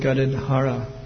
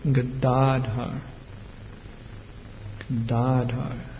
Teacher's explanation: Many devotees say Gadadhara, but the accent is on the second syllable, Gadadhar. · Shown in: second take